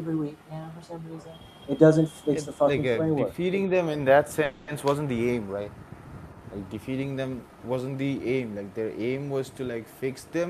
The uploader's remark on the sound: Sorry for the crappy background music and the cock in the back.